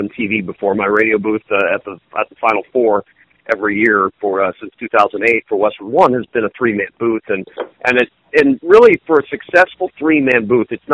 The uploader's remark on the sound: Called in immediately after Purdue's loss to Ohio State.